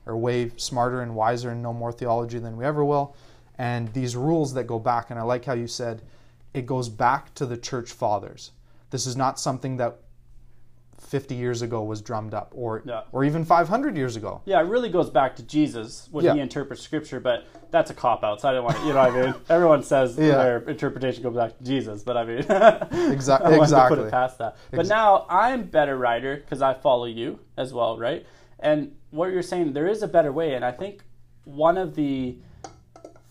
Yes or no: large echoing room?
no